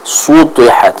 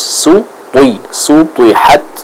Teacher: huruf sin pun di sini harus dibaca dengan tipis · Shown in: second take · ya. Jadi jangan mentang-mentang kita pengen nebalin kita pengen nebalin to-nya, akhirnya sinnya ikut ke bawah juga tebel.